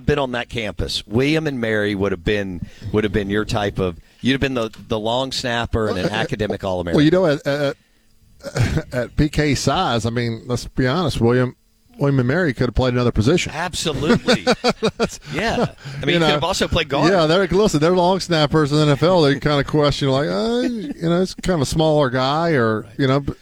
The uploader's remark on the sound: Live from Finch & Kelly in Oxford.